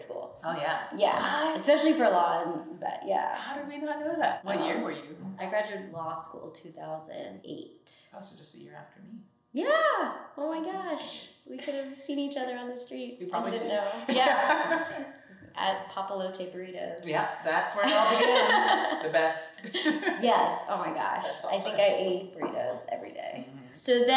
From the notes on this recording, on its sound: Tonkocast is a total DIY operation recorded with non-professional equipment. Excuse our home made quality everyone!